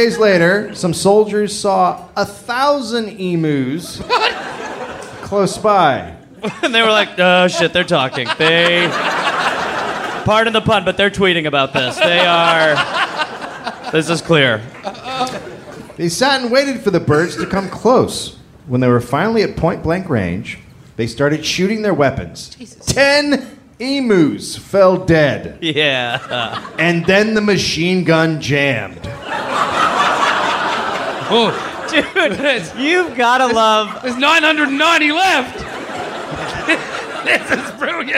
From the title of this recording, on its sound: Live in Australia